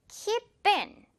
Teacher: keep in 이렇게 따로따로 하지 말고요. keep in 둘이 연결해주면서 뜨겁게 keep in입니다.